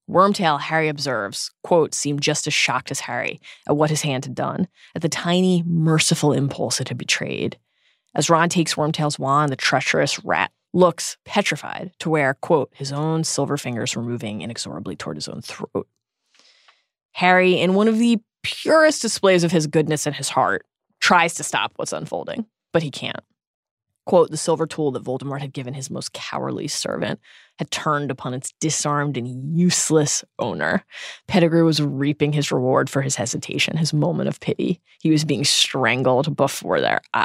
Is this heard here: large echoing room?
no